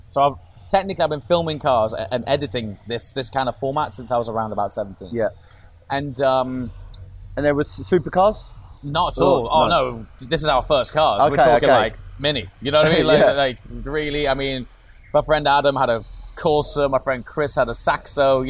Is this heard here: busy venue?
yes